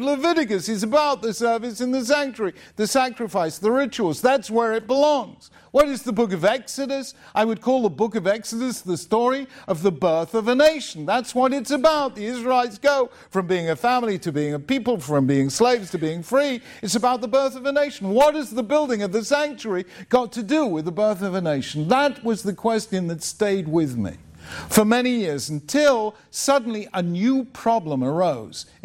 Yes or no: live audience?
yes